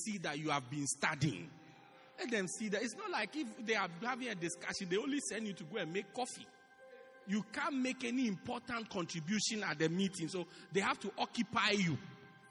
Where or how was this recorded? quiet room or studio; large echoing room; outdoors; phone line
large echoing room